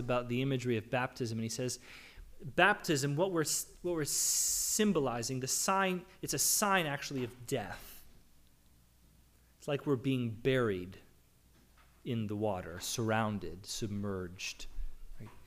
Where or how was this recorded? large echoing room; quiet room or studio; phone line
large echoing room